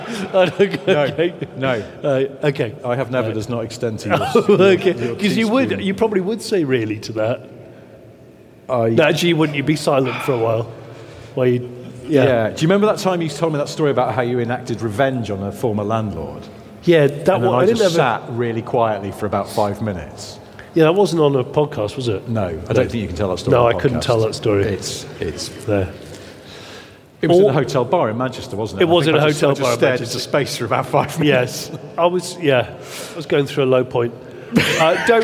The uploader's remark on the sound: Live from Bicester Heritage. In front of a live audience in a massive hangar at Bicester Heritage. Huge thanks to The Little Car Company for hosting this live recording.